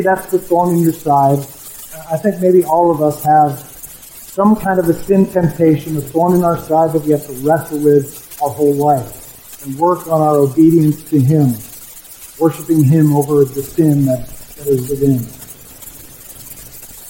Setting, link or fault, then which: fault, poor sound quality